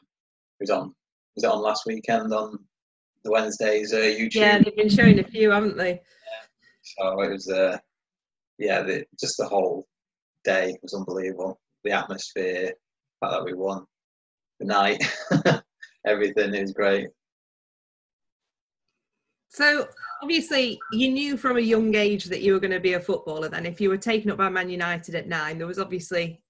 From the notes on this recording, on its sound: Zoom special. In a live video chat.